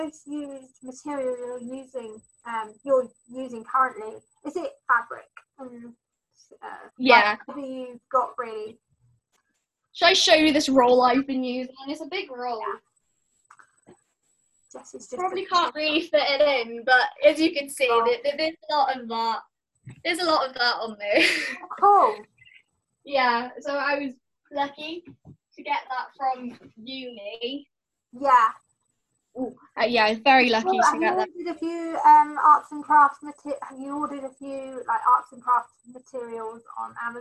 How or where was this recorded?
video call